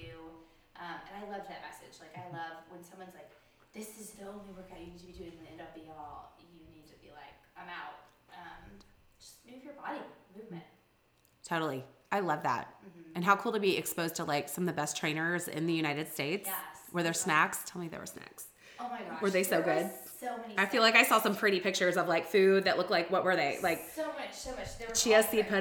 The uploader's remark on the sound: this episode does have some pretty severe technical difficulty